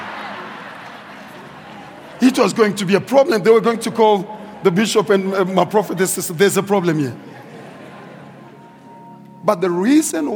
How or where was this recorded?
large echoing room